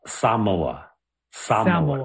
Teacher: More of like an emphasis on the first syllable.